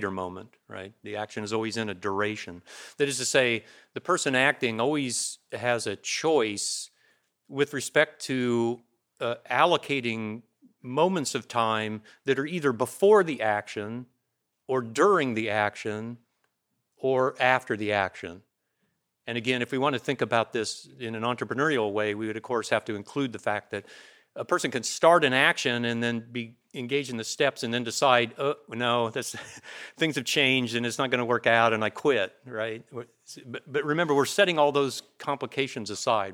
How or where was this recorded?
large echoing room